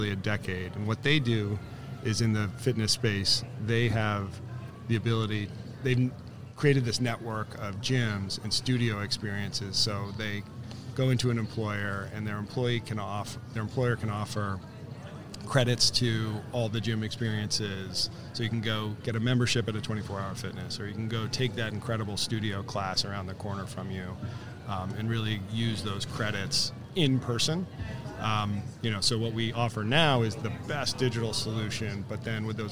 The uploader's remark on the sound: Live from SHRM 2022